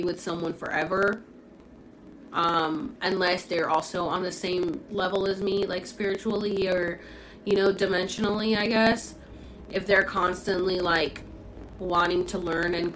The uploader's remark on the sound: This is from a TikTok Live so I apologize for some of the mumbling while I read your comments. Sorry for the feedback on the sound!